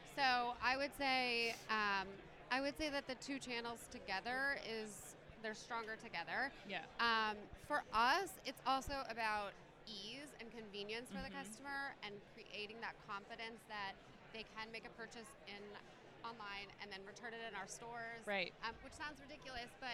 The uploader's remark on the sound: Live From eTail